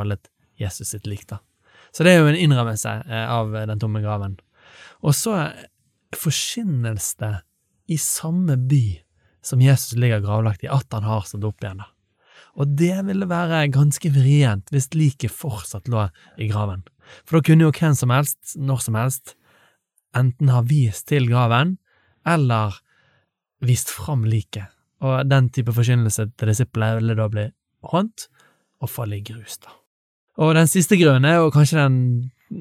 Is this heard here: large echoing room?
no